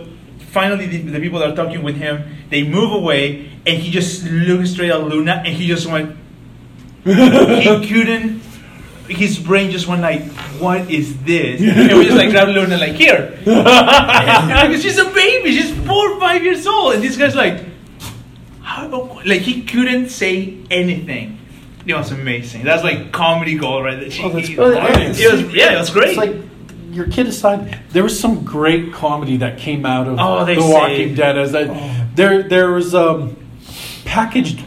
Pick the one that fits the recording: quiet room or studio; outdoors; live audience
live audience